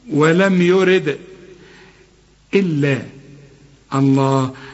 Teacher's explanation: الدال دي عند الوقف وعند الوصل لازم تقلقل لأن عليها السكون